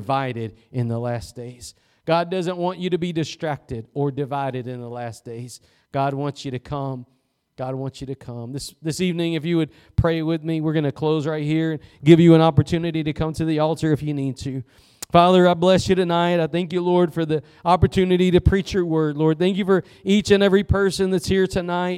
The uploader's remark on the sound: Preached at Gospel Lighthouse in Bossier City, La.